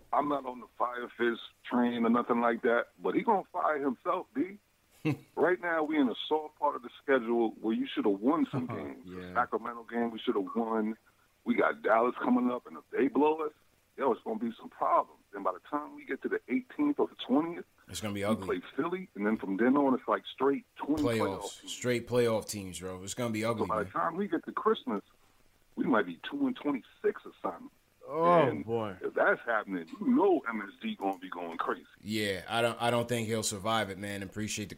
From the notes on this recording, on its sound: Caller Reactions.